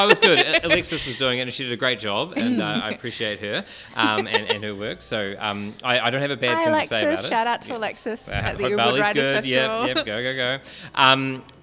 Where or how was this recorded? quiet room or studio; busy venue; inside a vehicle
busy venue